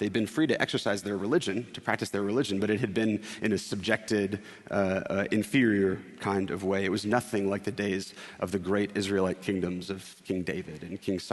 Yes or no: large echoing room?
yes